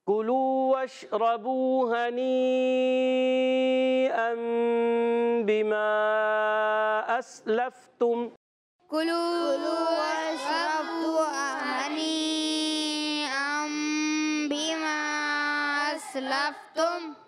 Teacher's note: کاف ادا ہوتا ہے زبان کی جڑ تالو کا سخت حصہ